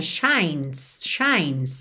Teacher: A gente vai do N direto pro S, porque essa letra E não é pronunciada, certo?